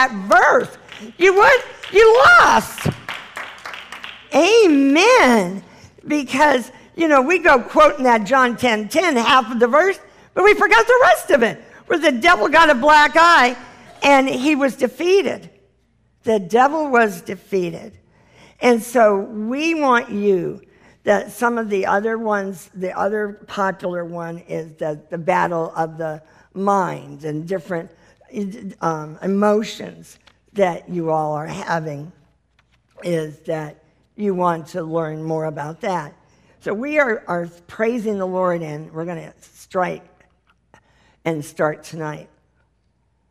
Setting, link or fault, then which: setting, live audience